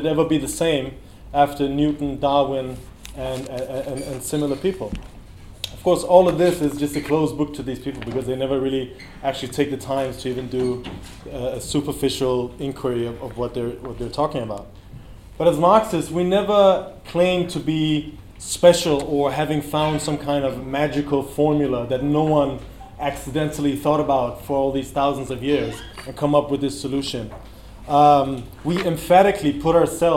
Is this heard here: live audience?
yes